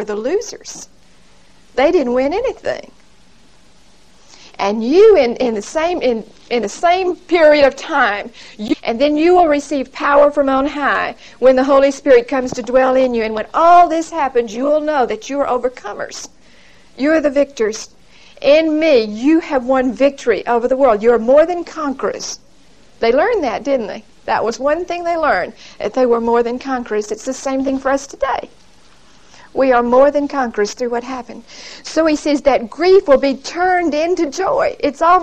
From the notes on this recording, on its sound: Recorded 12/2/1975 at Whitesburg Baptist Church.